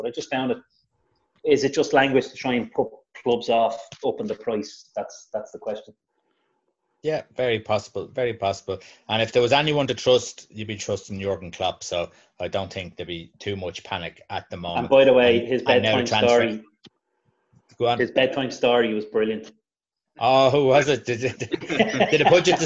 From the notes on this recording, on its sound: Zoom Show.